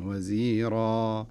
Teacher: قبلها وأخاه هارون وزيرا، أقول وزيرا فقلنا، هذا في حالة الوصل، لكن لو وقفت عليها هنا التنوين يذهب في حالة الوقف، ويعوض هذا التنوين، تنوين الفتح، بألف، وهذه الألف يمد مقدار حركتين، مد طبيعي، فلا نقول وزيرا خطأ أو نقول وزيرا بتر، لا، نقرأها بحركتين وزيرا. · Term: مد عوض